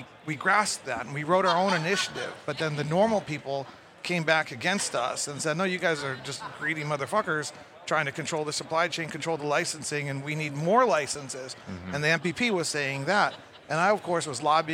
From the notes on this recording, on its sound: Recorded at MJBizCon 2023